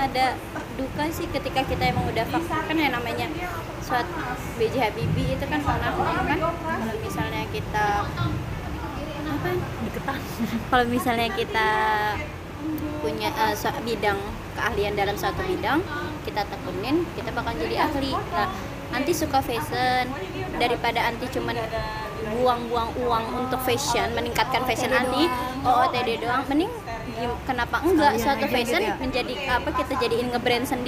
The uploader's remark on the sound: Sorry for the noise. Kita rekaman pas lagi reuni dan hujan deras.